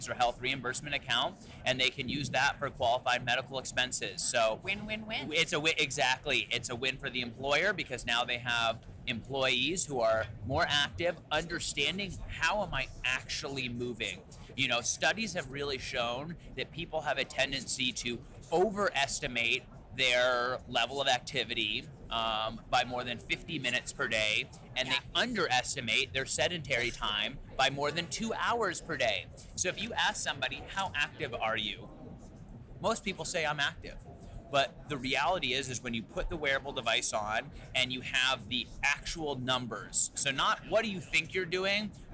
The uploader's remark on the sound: Live from CES